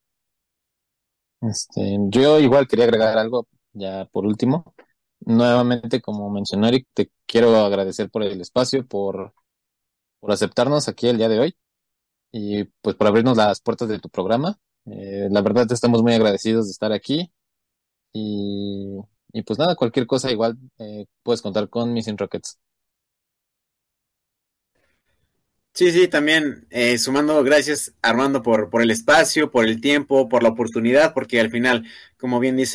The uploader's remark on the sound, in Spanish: Charlamos via zoom con